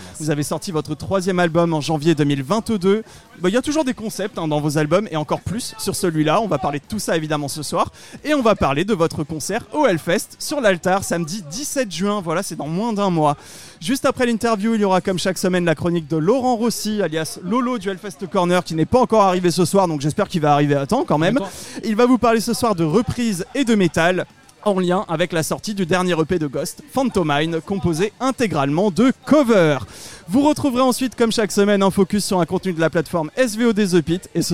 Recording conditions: busy venue